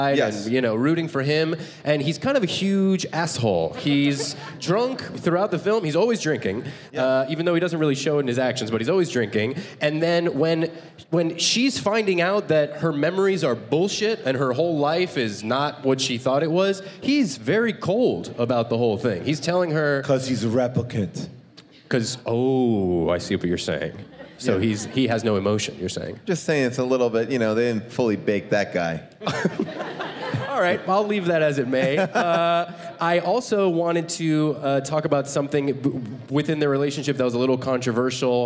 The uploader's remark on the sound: a special live episode